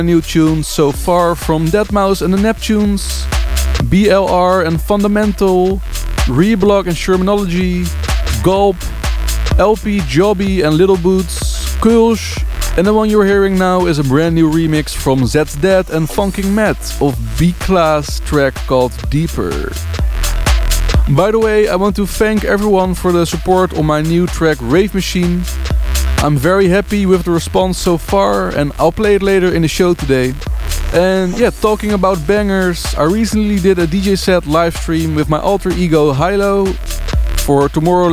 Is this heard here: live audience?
no